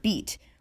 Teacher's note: The word bite would have sounded like the word beat, where the I vowel sounded like an E vowel.